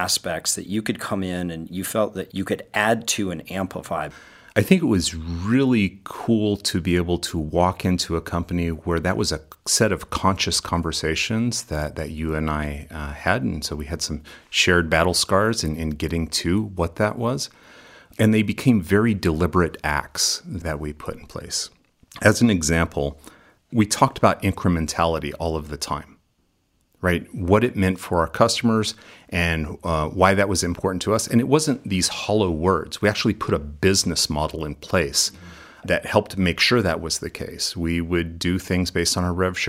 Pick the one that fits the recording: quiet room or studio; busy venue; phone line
quiet room or studio